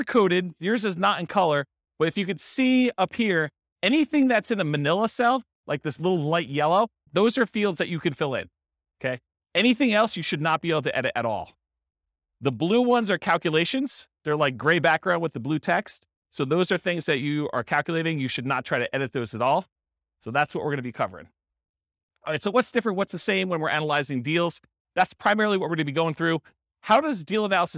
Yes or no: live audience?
yes